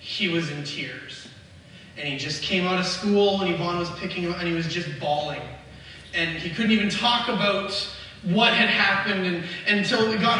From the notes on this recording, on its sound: We apologizefor the poor audio quality for this weeks message, we had some interruptionsin our usual recording process and they will be fixed for next week.